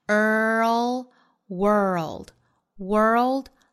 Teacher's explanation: World 卷舌的 r 的发音后面带舌侧音出来